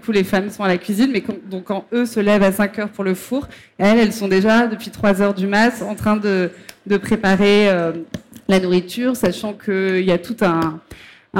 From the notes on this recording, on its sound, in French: sur la Scène Liquide, Omnivore Food Festival 2021